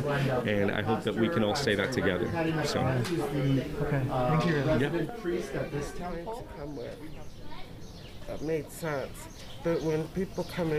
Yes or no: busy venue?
yes